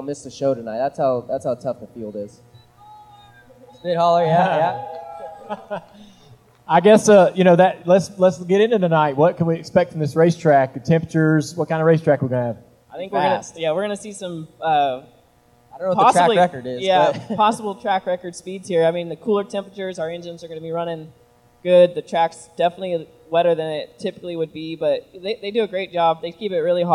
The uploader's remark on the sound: Live from Lernerville Speedway. On stage in front of the front stretch grandstands for a live taping.